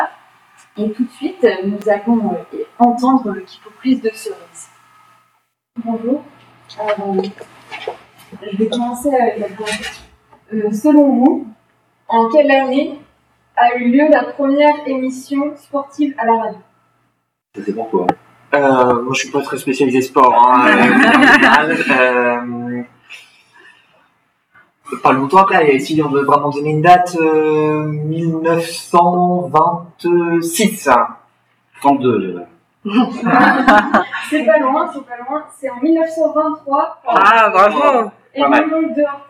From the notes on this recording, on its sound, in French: Suite à un problème technique, l'enregistrement du direct a été effectué sur le micro de secours de l'ordinateur que nous utilisions… Bien que "nettoyé" pour rendre les propos des intervenants à peu près compréhensibles, le son reste néanmoins très perfectible